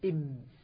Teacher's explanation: مخرج الميم من بين الشفتين بانطباقهما، قل إم. إذا أطبقت الشفتين إم أنا نطقت ميم مظهرة.